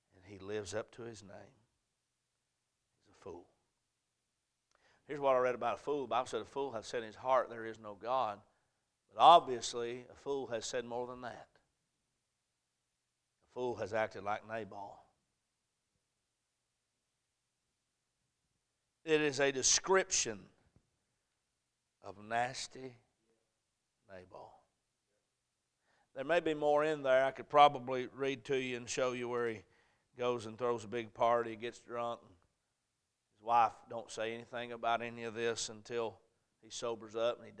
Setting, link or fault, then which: setting, large echoing room